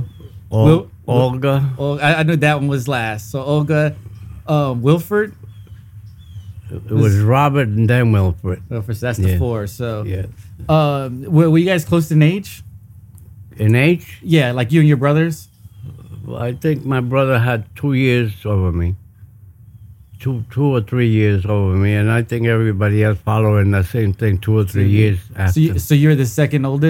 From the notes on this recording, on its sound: Over the holiday break I set up the podcast in the backyard just like we would normally do without the microphones, and let the conversation flow.